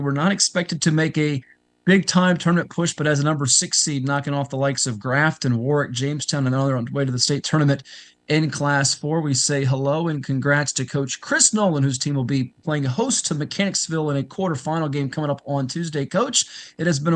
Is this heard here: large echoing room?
no